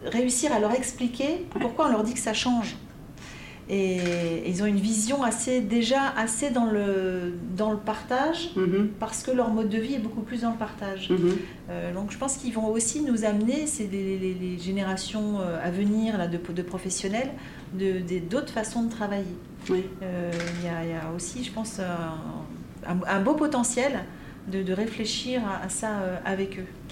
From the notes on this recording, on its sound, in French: Émission spéciale enregistrée au colloque KONTINÜUM 2020. Dans cette émission spéciale enregistrée au colloque KONTINÜUM 2020.